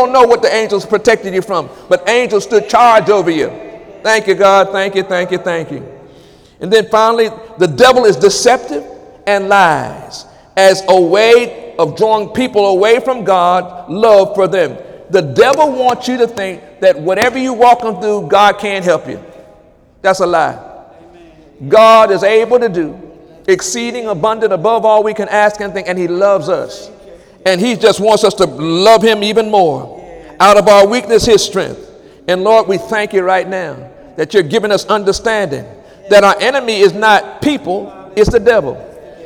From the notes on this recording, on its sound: During Wednesday night service on August 30, 2017